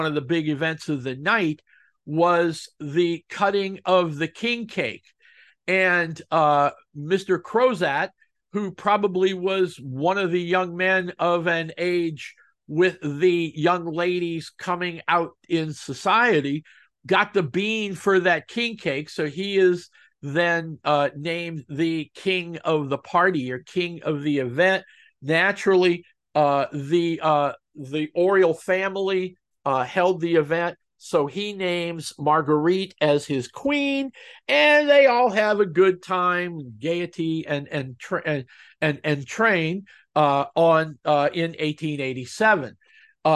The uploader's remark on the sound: I record the pod using Zoom. It’s wonderful, because Zoom generates audio and video.